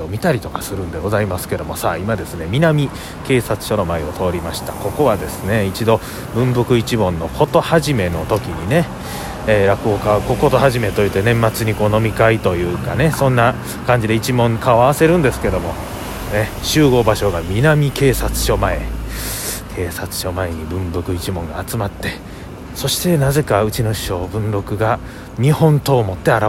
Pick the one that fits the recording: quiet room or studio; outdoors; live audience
outdoors